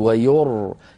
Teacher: الراء ساكنة قبلها مضموم أيضا مفخمة